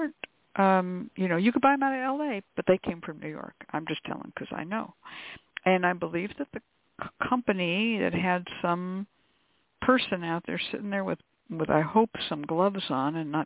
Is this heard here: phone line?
yes